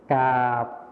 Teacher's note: ในภาษาถิ่นอีสานนะคะจะไม่ออกเสียงคำควบกล้ำรอเรือรอลิงและวอแหวนแต่จะออกเสียงเป็นพยัญชนะต้นเดียวนะคะ